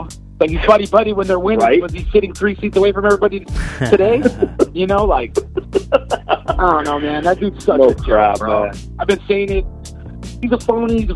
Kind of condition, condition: link, phone line